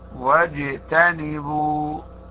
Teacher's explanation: فمثلا وجتنبوا، وج واجتنبوا هذا خطأ واضح، زاد في كمية الهواء فانقلبت الجيم شين